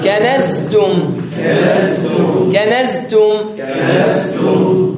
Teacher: الزاي مجهورة، يرتعش الوتران الصوتيان عند النطق بها